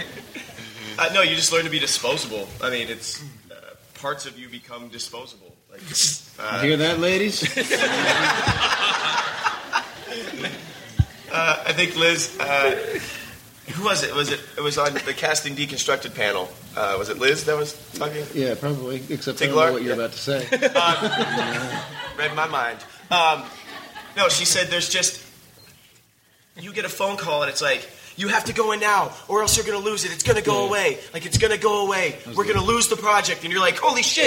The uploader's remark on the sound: Actors Roundtable from ATX Television Festival